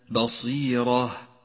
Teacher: فهي راء مفخمة لأنها مفتوحة